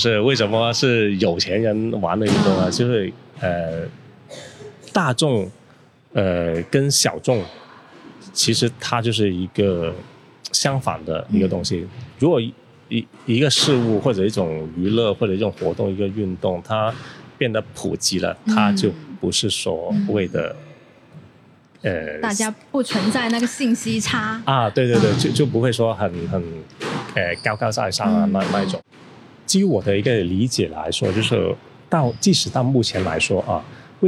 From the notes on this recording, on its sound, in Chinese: 位于佛山地区的番茄壁球会。由于本期节目为户外采访，收录时球场环境噪音较大。